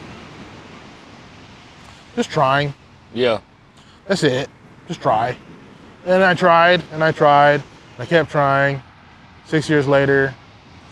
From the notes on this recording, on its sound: Recorded live on Revere Beach